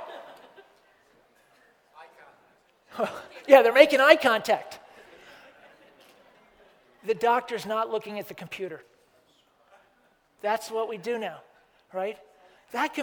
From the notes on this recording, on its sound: This episode features a live-taping of VPP's Annual Meeting that was held on 10/24/2019